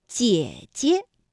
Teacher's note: 第二个姐呢就要变成轻声了，读得短促而轻